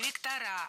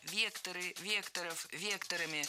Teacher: Не вектора, а векторы, векторов, векторами. Всегда ударяем «е» в первом слоге. · Shown in: second take · Это слово тоже имеет неподвижное ударение на основе.